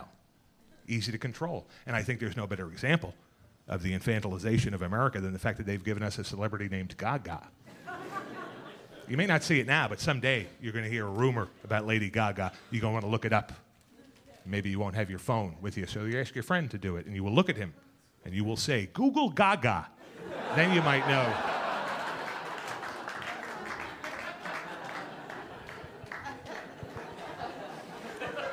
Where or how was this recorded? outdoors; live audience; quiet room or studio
live audience